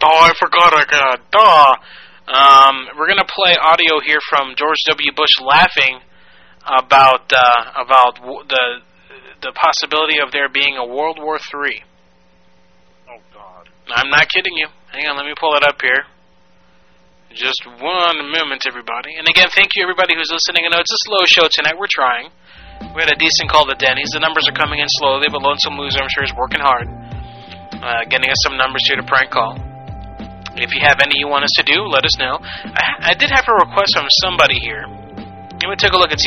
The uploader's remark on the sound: Personal Prank Phone Calls Collection